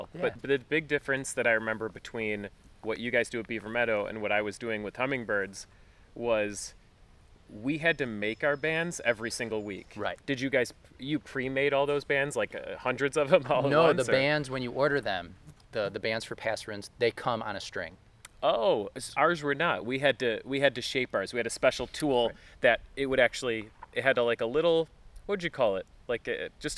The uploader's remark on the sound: This episode was recorded on July 14, 2019 at the Reinstein Woods Nature Preserve in Cheektowaga, New York.